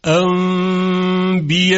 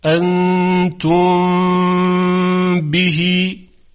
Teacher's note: در حالت اقلاب وقتی نون ساکن قبل از حرف با قرار میگیره، ابتداعاً باید قلب به میم بشه. پس مثل این است که یک میم ساکن قبل از حرف با قرار گرفته.